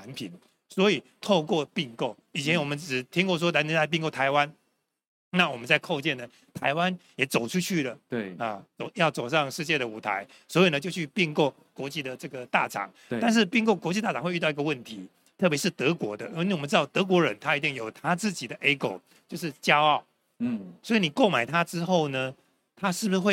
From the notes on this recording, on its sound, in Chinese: 本集節目於2023年台灣國際扣件展（FASTENER TAIWAN 2023）5月3日至5月5日在高雄展覽館現場錄製。